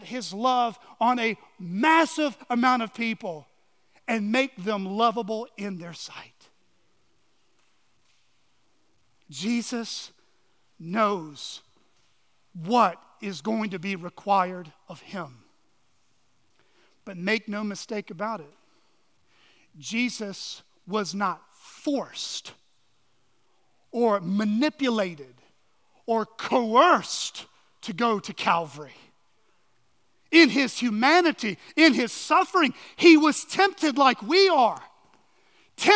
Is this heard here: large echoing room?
yes